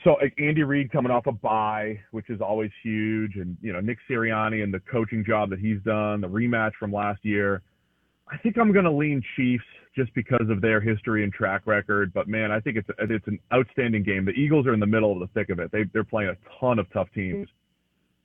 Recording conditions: phone line